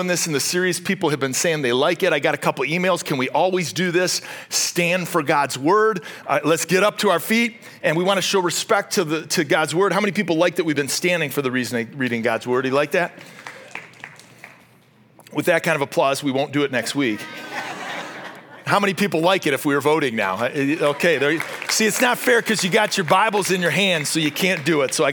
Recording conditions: large echoing room